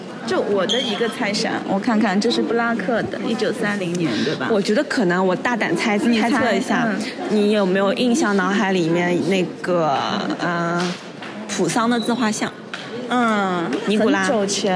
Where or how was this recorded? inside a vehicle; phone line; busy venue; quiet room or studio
busy venue